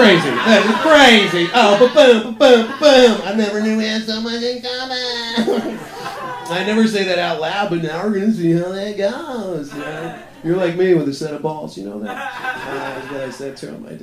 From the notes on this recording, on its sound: 2017-01-21 funny moms 4 Live Show